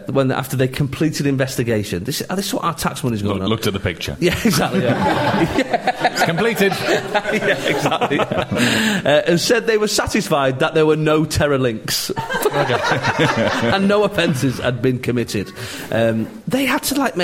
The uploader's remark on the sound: Live in the staff canteen. Move the show out of the studio and into our staff canteen with a live audience.